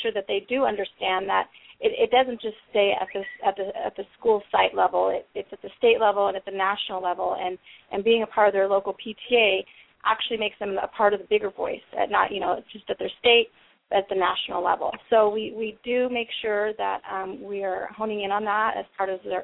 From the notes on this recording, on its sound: We even got a surprise call-in